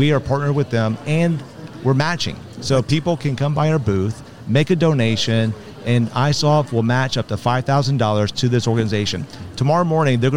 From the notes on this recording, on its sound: Live from SHRM 2022.